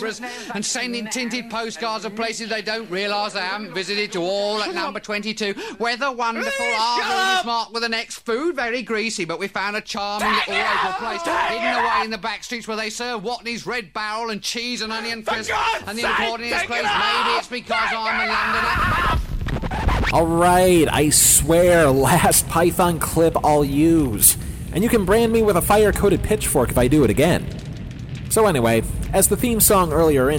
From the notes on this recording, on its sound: This is the first episode we recorded in a makeshift home studio, we apologize for any sound distortion.